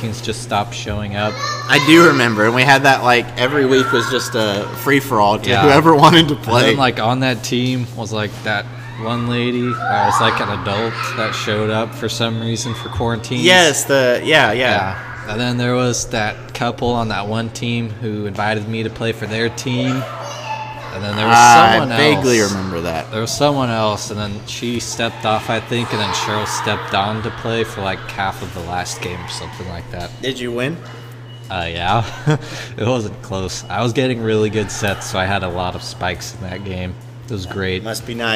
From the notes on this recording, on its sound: We apologize for the background noise this week... It was extremely loud at times, so we had to cut away so we don't blow your eardrums out.